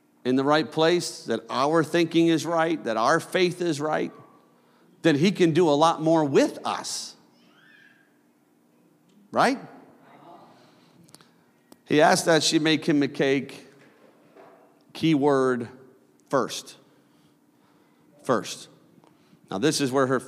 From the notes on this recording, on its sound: a service recording from Connect Point UPC